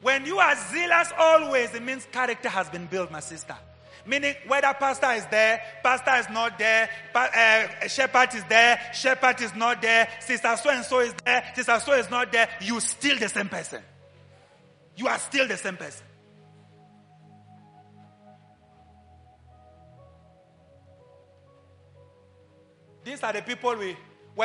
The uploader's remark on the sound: Live At ABC Khalanyoni